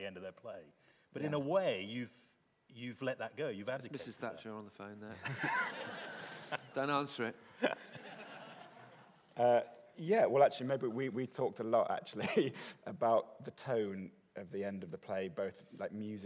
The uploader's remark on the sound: This is a recording of a live Platform event from March 2013.